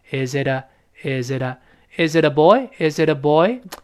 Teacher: 这种连读加浊化特别轻